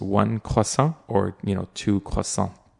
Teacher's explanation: And actually, in French, you don't pronounce the S or the T.